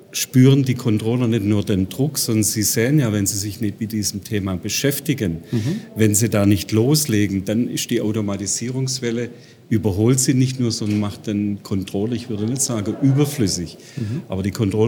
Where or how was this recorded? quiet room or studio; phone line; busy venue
busy venue